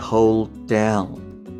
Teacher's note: 同じ子音が並んでるんですよね、D が。なので、えー、hold の D が落ちて